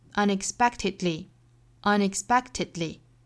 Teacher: 中间的这个 k 的发音也要注意，它其实是一个失去爆破了